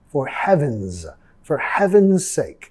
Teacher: Nota acá, for heaven's, la S vamos a pronunciar como una Z